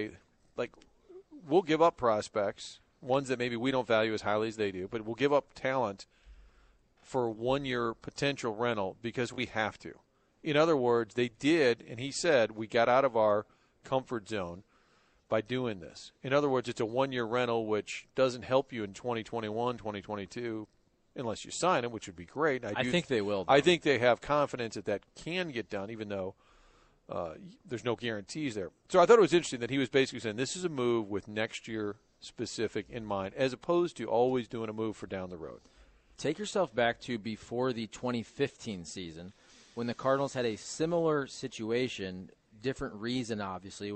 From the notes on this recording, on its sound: broadcasting live from Busch Stadium